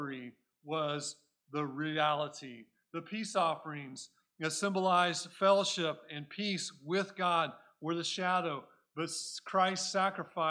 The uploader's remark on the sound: Recorded at Cornerstone Church in Mesa, AZ